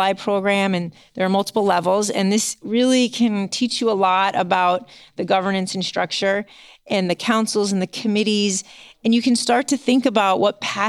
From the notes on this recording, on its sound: in-person interview recorded at the AAOS 2024 Annual Meeting